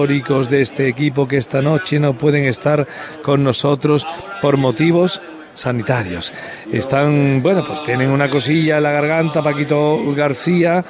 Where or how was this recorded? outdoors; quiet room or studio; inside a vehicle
outdoors